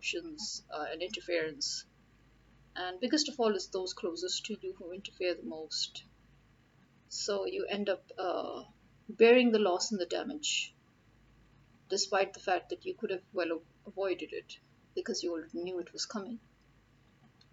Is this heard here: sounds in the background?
yes